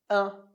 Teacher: Perceba que a minha boca está bem aberta, como se eu estivesse falando um i, mas com som nasal, un. E tipicamente a gente escreve esse som com in ou im para dar o som un.